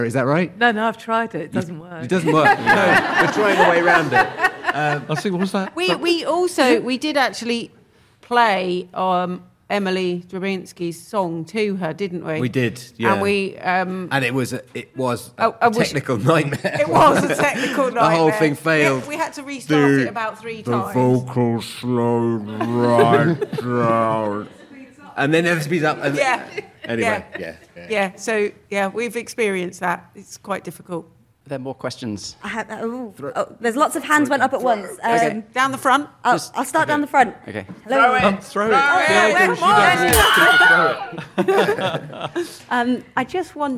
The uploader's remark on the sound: Recorded in front of a live audience at LILAC 2023.